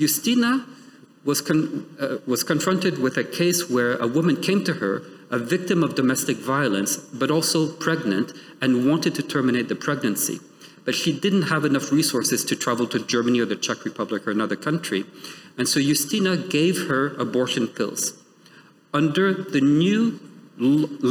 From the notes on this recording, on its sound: The following episode is a recording of the event